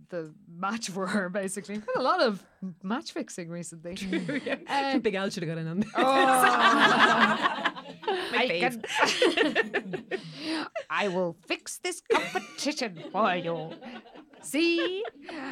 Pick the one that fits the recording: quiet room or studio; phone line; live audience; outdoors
live audience